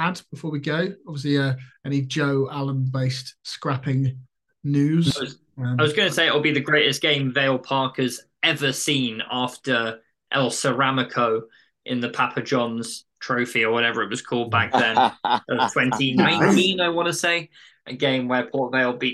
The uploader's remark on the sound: on a zoom call